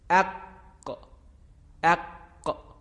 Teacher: ولی حرف قاف رو که ادا میکنیم هنگامی که ساکن هست صدا قطع میشه